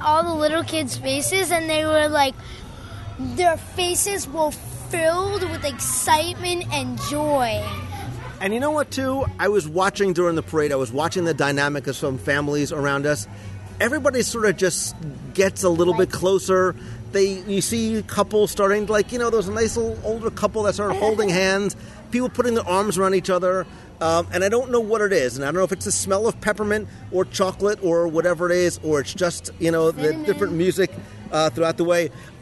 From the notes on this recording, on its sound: Walt Disney World. Mickey’s Very Merry Christmas Party celebrates the spirit of the season in the Magic Kingdom. Live from Mickey’s Very Merry Christmas Party.